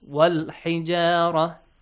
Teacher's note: Hamzatul wasl will be skipped. And ha is from the moon letters. Lam is pronounced.